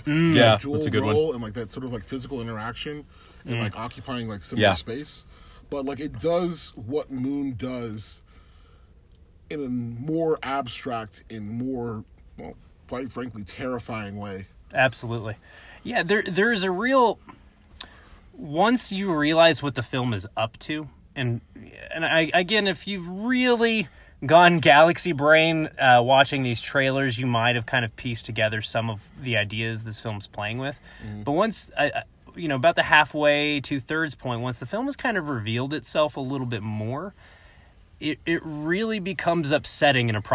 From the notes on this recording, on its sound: It's Hot Takes from a Hot Car. Car immediately following our screening and put down our initial reactions.